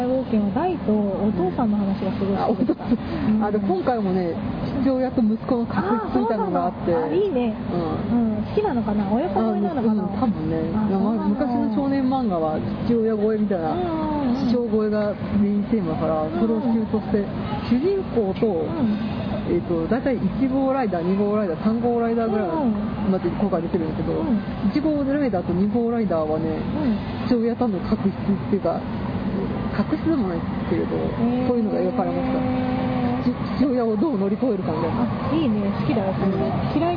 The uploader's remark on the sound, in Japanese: さいたま新都心秋のビール祭2015。ですので、屋外収録です。アイススケートショーを見終わったお客さんが押寄せたり、小学生が奇声を上げたり、解体工事が始まったり、ヨッパライが登場したりと、かなり途切れ途切れでお聞き苦しい回になってしまいましたが。